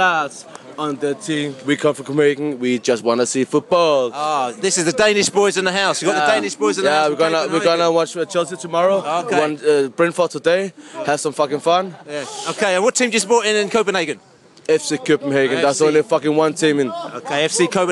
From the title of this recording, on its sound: post-match podcast from the pub